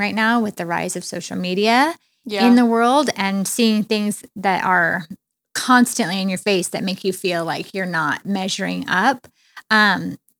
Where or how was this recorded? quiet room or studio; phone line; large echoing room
quiet room or studio